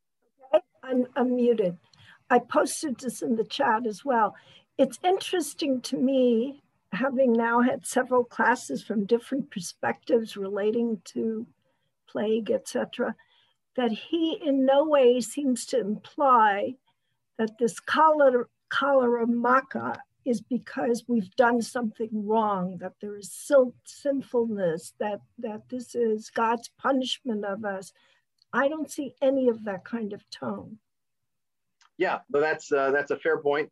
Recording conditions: video call